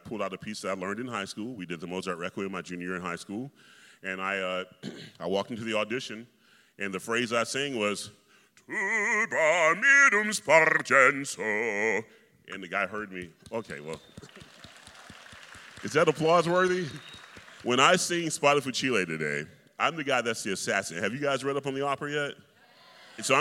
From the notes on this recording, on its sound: In this conversation, recorded immediately before the final dress rehearsal of Rigoletto in 2018. An audience of several hundred local students.